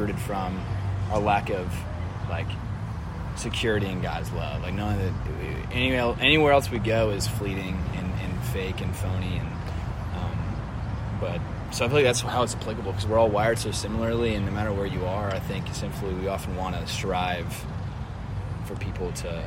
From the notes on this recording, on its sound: Apologies for some of the background noise.